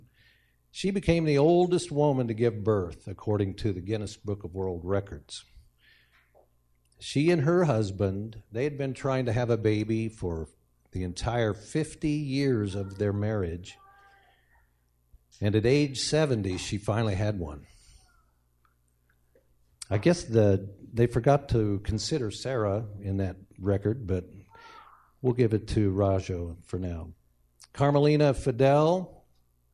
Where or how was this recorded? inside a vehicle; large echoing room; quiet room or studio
large echoing room